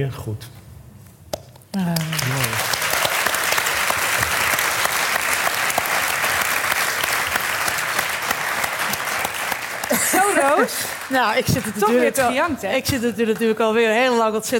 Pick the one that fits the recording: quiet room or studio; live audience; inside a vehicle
live audience